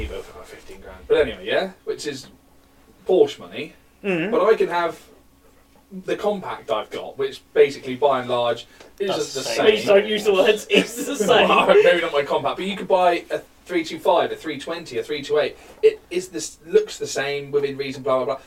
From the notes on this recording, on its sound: We are aware there are some slight audio issues and we do apologise.